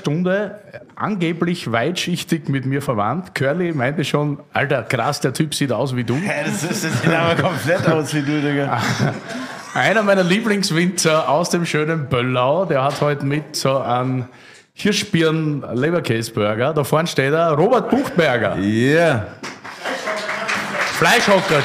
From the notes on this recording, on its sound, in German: Sie findet vor Publikum in der Freundschaft statt.